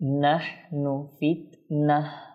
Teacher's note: তো একটা কায়দা আমরা স্মরণ রাখি, যখন এই গোলতা এরকম কোনো শব্দের শেষে গোলতা আসবে আর যদি সেখানে আমরা সাকিন করি তখন সেটা তা থাকবে না, আমরা সাকিন করার সময় সেটা হা হয়ে যাবে। যদি মিলিয়ে পড়ি তখন তো তা অবশ্যই পড়ব, যেমন কি যখন আমরা মিলিয়ে পড়বো তখন তা পড়বো, কিন্তু এখানে যদি ওয়াকফ করি নাহ নু ফিত নাহ এটা কি হয়ে যাবে, হা হয়ে যাবে।